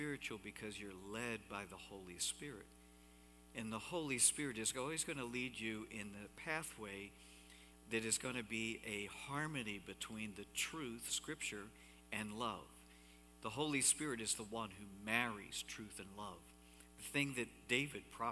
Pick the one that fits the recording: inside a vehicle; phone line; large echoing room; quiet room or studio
large echoing room